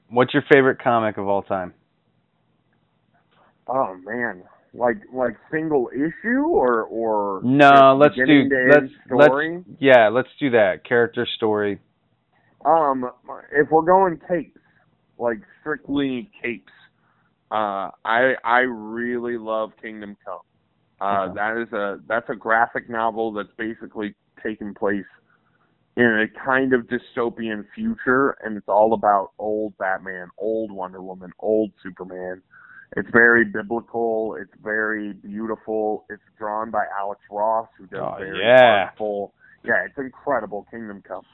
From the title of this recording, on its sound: PHONE INTERVIEW